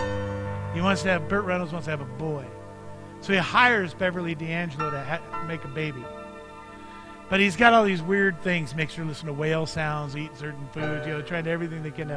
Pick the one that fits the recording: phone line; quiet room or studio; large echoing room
large echoing room